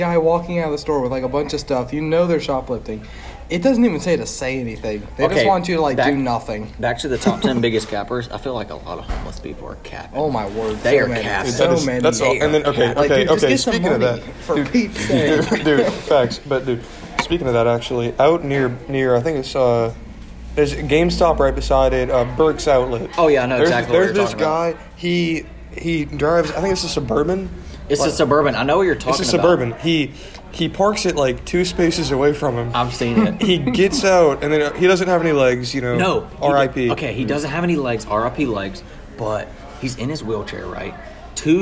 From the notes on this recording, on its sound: We set up a mic in Mcdonald's during an active tornado warning